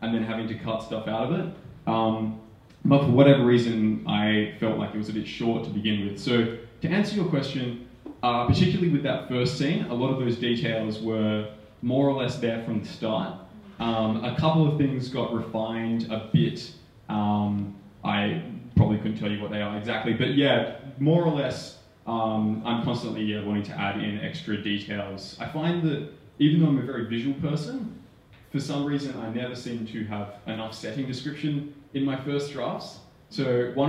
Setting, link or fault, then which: setting, live audience